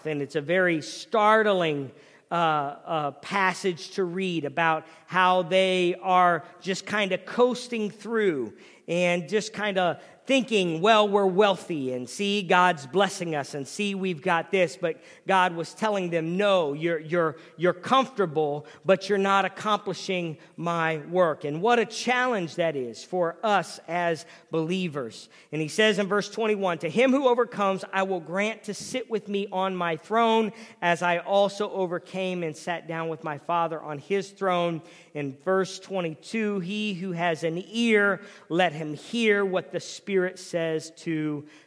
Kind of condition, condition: setting, large echoing room